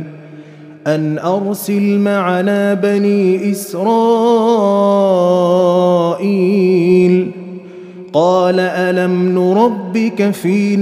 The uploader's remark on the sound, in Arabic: مسجل من صلاة التراويح بمسجد السلام بحي مشرفة بجدة.